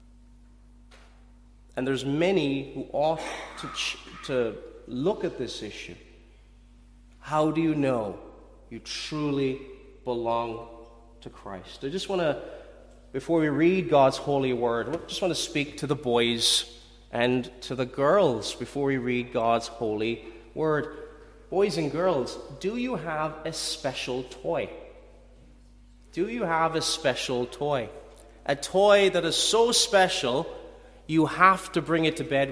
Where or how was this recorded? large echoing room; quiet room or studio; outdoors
large echoing room